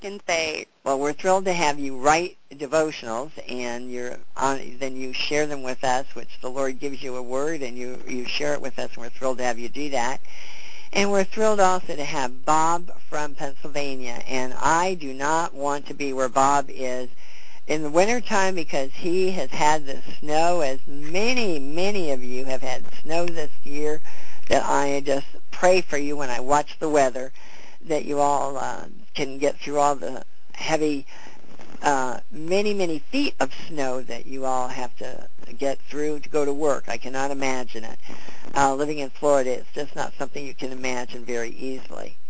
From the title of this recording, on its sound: CONFERENCE CALL